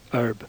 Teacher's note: Some words like herb have h in RP, but not in American.